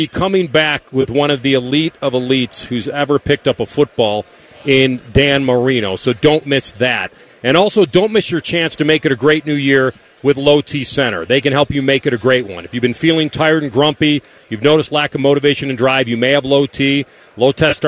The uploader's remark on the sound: Live from Radio Row in Vegas!